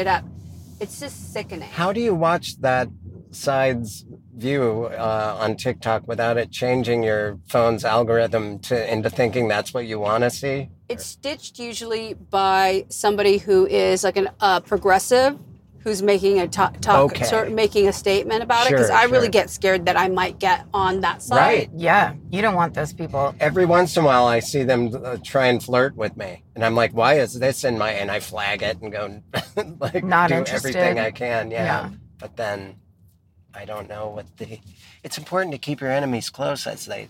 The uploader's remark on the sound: In the Car